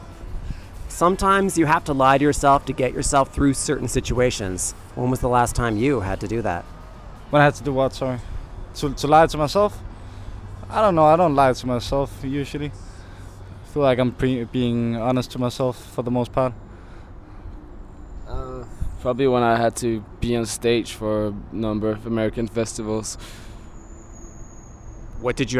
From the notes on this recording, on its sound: Outside the club, I struck up a conversation with them as they lit cigarettes, eventually gaining enough courage to ask them for an interview.